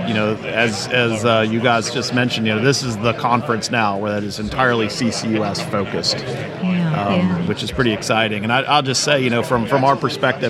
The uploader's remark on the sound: Recorded in the Exhibit Hall at the 2023 SPE Carbon Capture, Utilization, and Storage Conference held at the University of Houston.